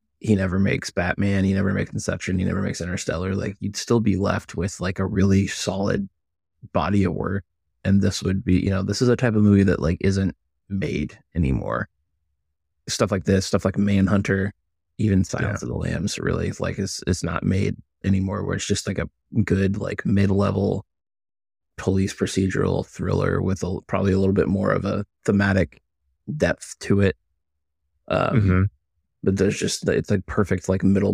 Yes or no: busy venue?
no